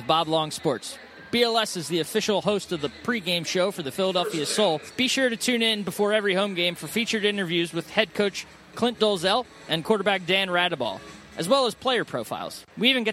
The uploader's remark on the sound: Live from Villa Capri Pizza in Doylestown, PA.